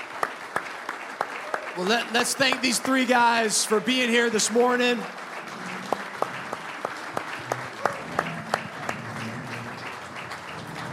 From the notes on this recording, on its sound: This edited audio was taken from "Super Saturday IX", a special event put on by Unpackin' It the day before the Super Bowl.